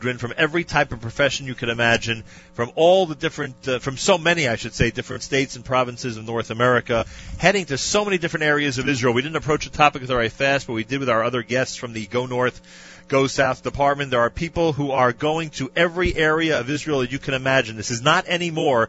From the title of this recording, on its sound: Live from JFK International Airport